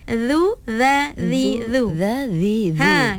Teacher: Memang sifat tha tu memang dia punya makhorijul huruf dia memang keluarkan lidah sedikit. Baik. Di antara kacip gigi atas dan gigi bawah.